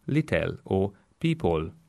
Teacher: when you say little, you instinctively insert an e sound